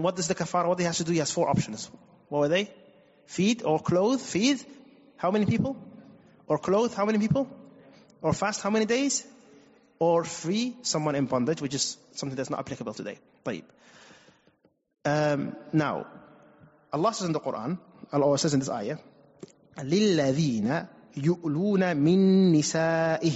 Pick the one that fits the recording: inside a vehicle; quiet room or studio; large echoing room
large echoing room